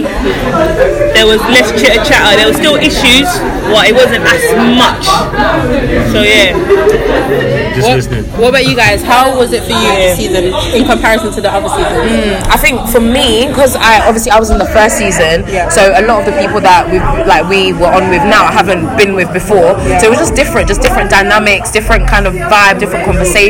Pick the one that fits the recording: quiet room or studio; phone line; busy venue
busy venue